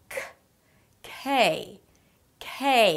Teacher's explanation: The k at the beginning of words is aspirated. So it feels like there is a little h right after. K, k, k, and then it's the a as in day, k.